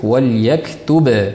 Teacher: to'xtab qoladigan bo'lsak wal yaktub deb qalqala qilib to'xtalinadi